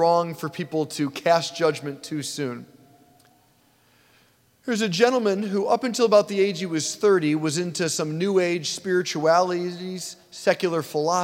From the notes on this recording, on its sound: preached this homily on July 23, 2023 at St Basil the Great Catholic Church in Brecksville, OH